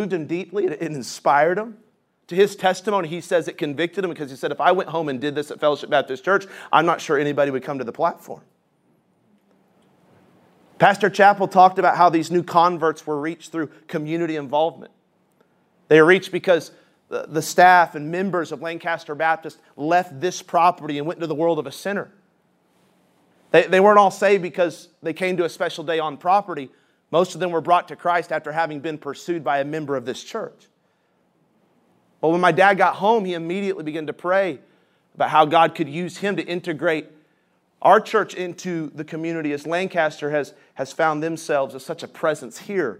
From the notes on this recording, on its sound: This session is from the Spiritual Leadership Conference in Lancaster California.